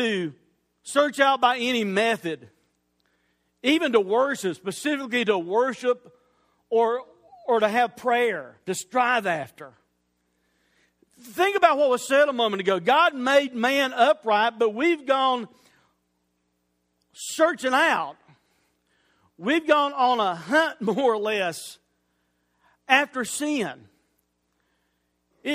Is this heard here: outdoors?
no